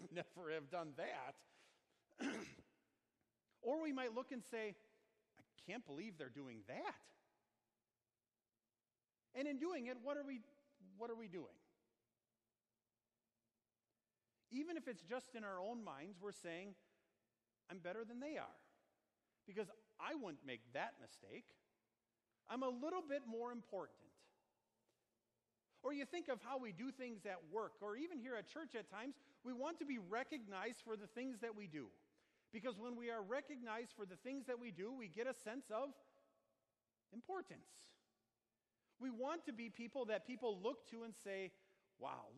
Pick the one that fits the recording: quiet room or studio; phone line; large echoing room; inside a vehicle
large echoing room